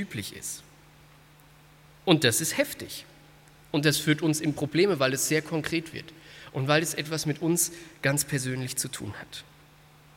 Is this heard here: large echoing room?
yes